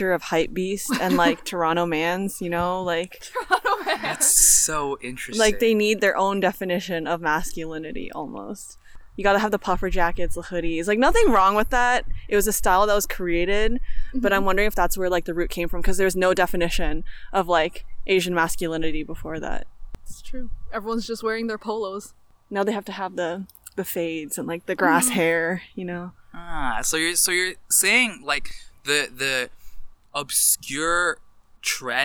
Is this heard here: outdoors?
yes